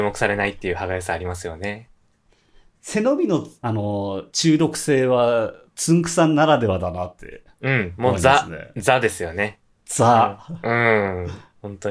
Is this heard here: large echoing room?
no